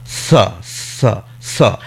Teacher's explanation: জিভ ছুঁয়ে দিয়ে যদি উচ্চারণ করি, তাহলে সেটা বেরোবে দন্ত স্বরের উচ্চারণ · Term: দন্ত স এর উচ্চারণ